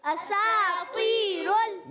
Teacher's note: سین باریک سیٹی والا ہے. اور تو، یہاں تو موٹا رکھنا ہے.